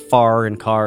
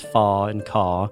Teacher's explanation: the non-rhotic R. So instead of far and car, it's faw and caw. · Shown in: second take